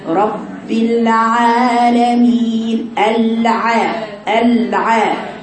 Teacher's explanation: حرف حلقي يخرج من وسط الحلق، مخرج العين